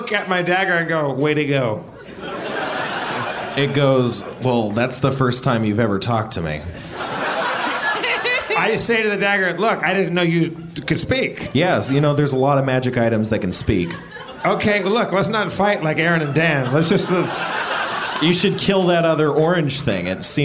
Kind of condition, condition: setting, live audience